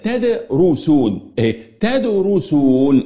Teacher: السين حرف مرقق والصاد حرف مفخم